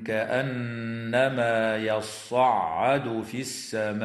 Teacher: وتغن النون المشددة في كلمة كأنما